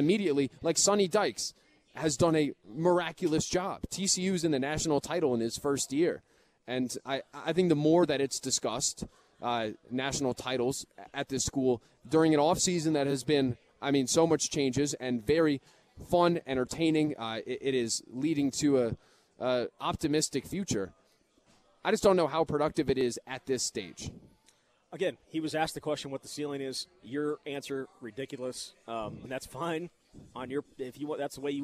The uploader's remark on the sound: live at Monk's in Sun Prairie